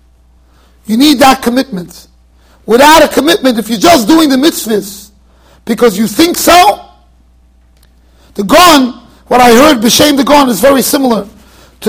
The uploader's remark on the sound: Shiur recorded in Yeshivas Ohr Reuven, Monsey NY.